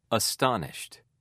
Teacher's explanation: Stress on second syllable